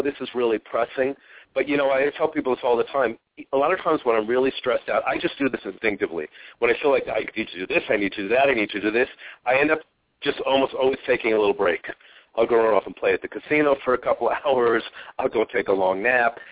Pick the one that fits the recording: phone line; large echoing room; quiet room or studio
phone line